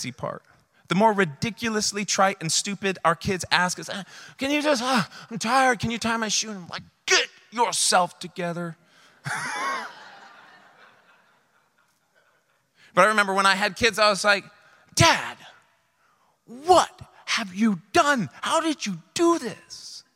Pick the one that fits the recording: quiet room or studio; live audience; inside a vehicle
live audience